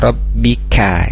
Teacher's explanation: Rabbika itu lebih tipis untuk huruf kaf, jadi dibuka rongga mulutnya seperti itu.